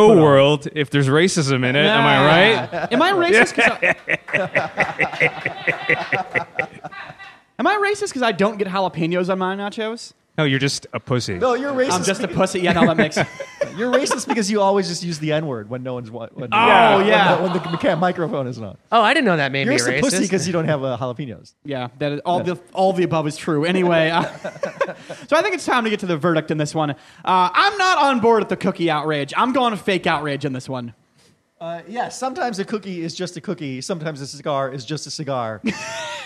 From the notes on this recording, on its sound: Our first ever live episode. Four mics of pure chaos. This was recorded live in front of an audience. At the beautiful new Misfit Hive up in Queens.